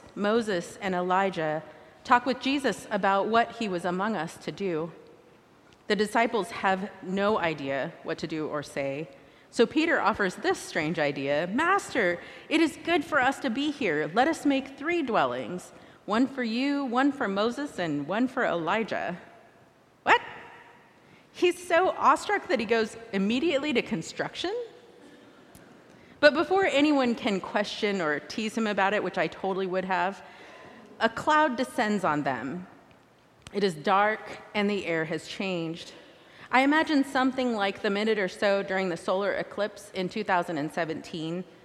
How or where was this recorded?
large echoing room